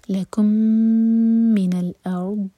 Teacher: لکم کا میم اور من کا میم مرج ہو رہے ہیں، میم کا ادغام. لکم من الارض، ارض پڑھتے وقت حمزہ لائٹ، را ہیوی، اور دود پر جھٹکا نہ ہو، زبان کی سائڈ سے پڑھیں گے دود کو اور ٹائم دیں گے.